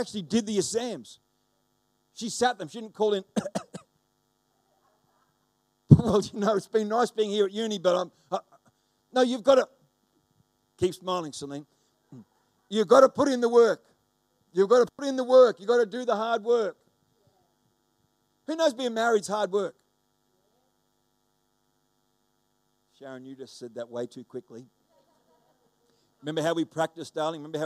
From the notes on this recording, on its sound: The live stream of Destiny Church Atherton.